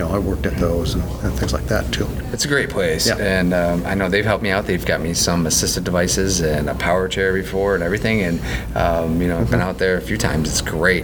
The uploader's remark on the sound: Recorded at This Little Pig Restaurant.